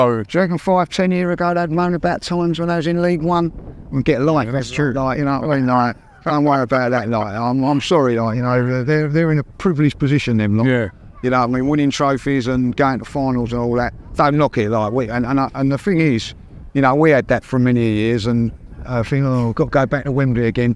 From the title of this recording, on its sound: Special Live From Arsene Wenger Statue Unveiling!